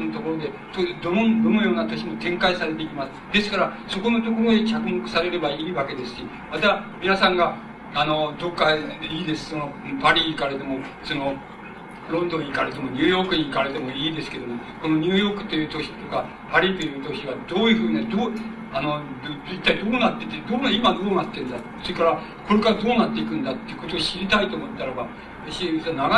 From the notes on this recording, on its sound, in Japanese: 主催：京都精華大学 学生部 場所：京都精華大学。京都精華大学大教室。一般の人にも開放され、 他大学の学生の参加も多かった。音源は主催者から提供だが ライン録音ではない。